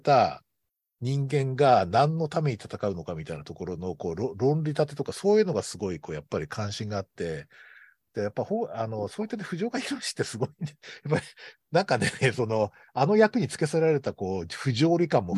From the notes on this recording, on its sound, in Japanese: トークイベント「シン・仮面ライダーを語る会」をほぼ編集なしで収録しました。ZOOM収録なので、若干音声が聞き苦しいところがありますが、ご容赦ください。